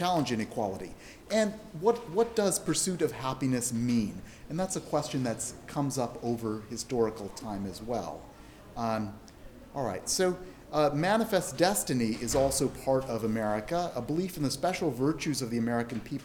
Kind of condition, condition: setting, live audience